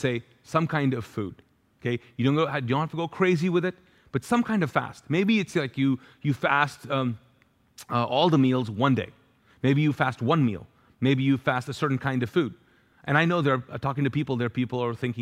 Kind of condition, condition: setting, large echoing room